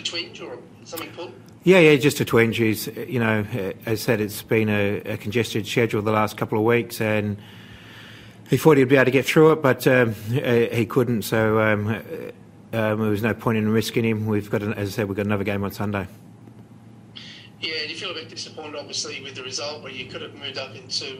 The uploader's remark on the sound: Post-Match Press Conference